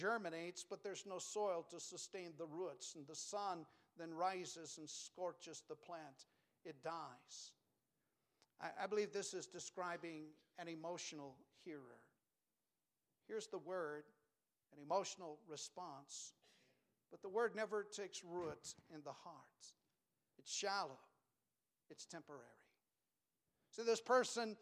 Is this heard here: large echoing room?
yes